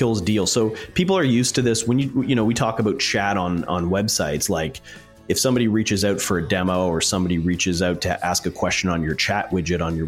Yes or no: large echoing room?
no